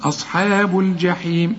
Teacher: الحاء مرققة في عموم القرآن، الصاد هي بس اللي مفخمة، أصحاب الجحيم، الجحيم الجيم كل جيم في القرآن عطشة، ما تقولش الجحيم، الجا الجا الجحيم.